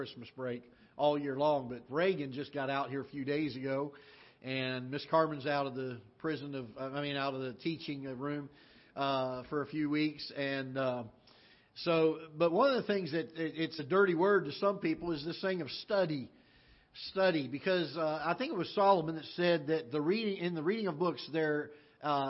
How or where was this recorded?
large echoing room